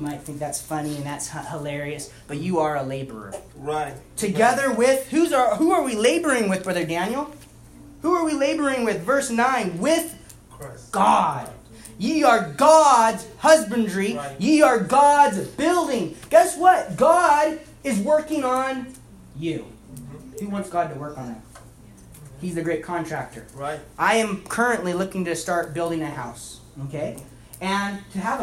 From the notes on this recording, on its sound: About half of Youth Service in Seattle Recording